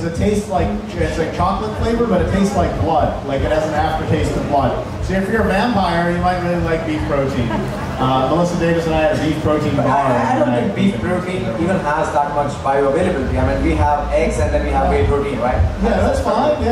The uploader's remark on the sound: Game Changers Panel Discussion - Connect Festival Goa, India - 2019. The audio to the panel discussion he was apart of at the Connect Festival in India in 2019.